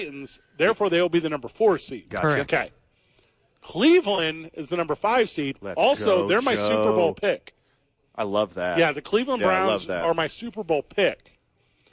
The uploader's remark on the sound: live from Sadies.